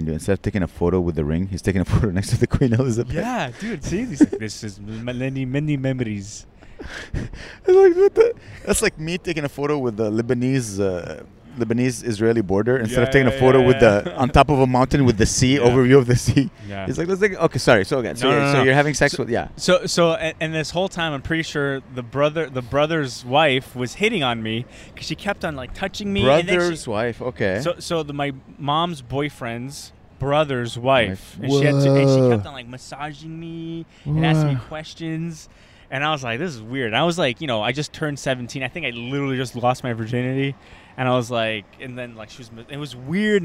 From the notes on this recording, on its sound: Live from Montreal’s Ring. We have decided to record our podcast episode in different iconic locations in Montreal!